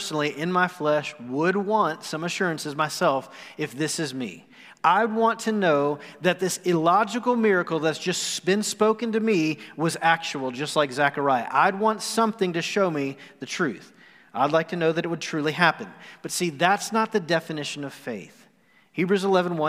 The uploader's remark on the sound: Recorded live on November 29, 2020.